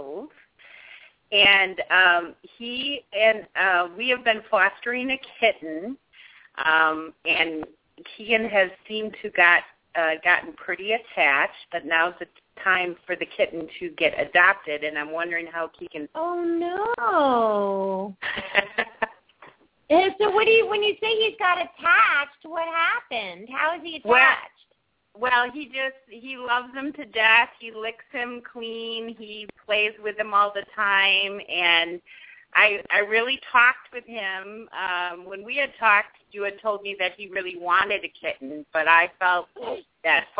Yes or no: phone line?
yes